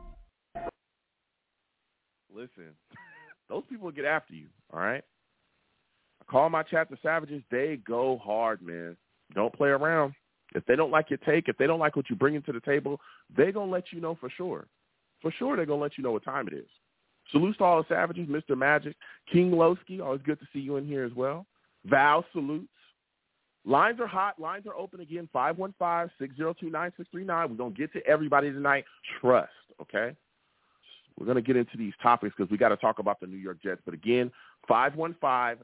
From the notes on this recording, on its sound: I take live callers!